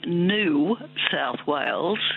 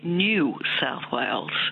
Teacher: So there's a y sound, as you pointed out, in the word new, the way we pronounce it, and that's been dropping out. · Shown in: first take · Term: yod dropping